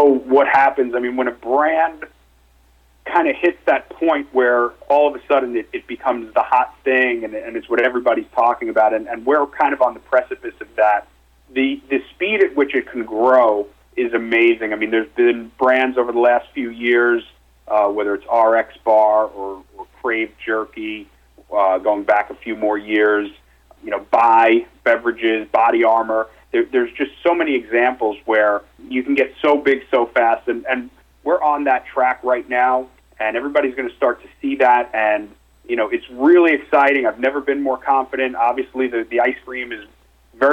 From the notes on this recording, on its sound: called in to SmallCapVoice